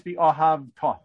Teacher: When you put a vav ha-hipuch on the front of it, to change the tense to the future, the time to the future, so it becomes the ahavta. The accent moves to the end of the word. If you say the ahavta, if you leave the accent on the hey, it's just a simple past tense verb.